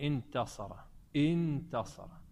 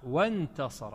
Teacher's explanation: الآن تلفظت بالهمزة صح مكسورة · Shown in: first take